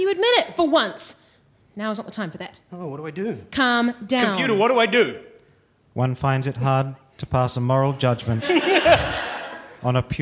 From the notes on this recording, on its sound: Recorded live at BATS theatre, Wellington, New Zealand on the 25th of October 2013.